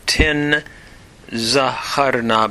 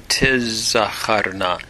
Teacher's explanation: And then we have the IA vowel pattern, the hirik and the comets, and the doubling of the zion, showing that a nun has assimilated · Shown in: second take · Tin zaharna becoming tiz zaharna.